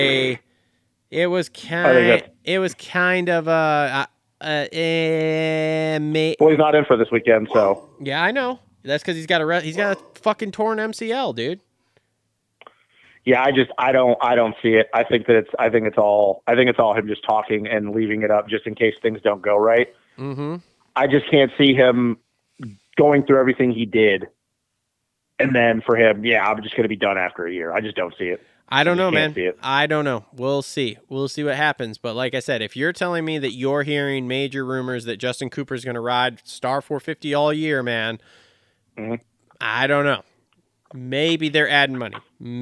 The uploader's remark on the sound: get on the phone